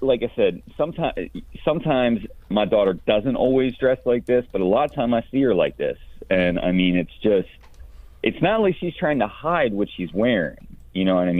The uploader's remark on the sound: OPEN PHONES: MY DAUGHTER BUYS SKIMPY CLOTHES ONLINE.